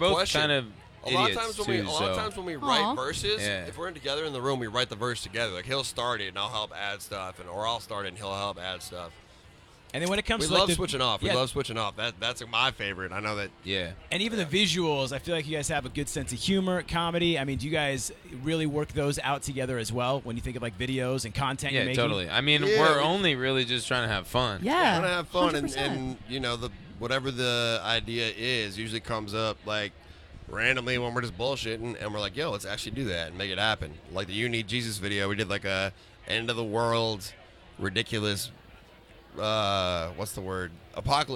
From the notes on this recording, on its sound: The Mix is live backstage at Lollapalooza 2023! The duo dropped by the Mix tent backstage at Lollapalooza.